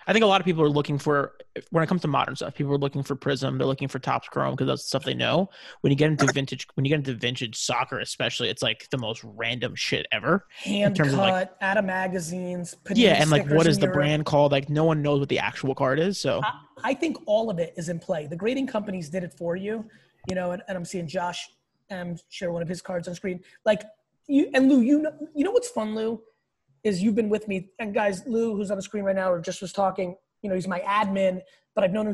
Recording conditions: video call